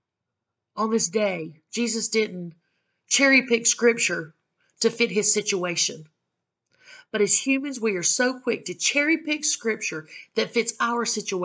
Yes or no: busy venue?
no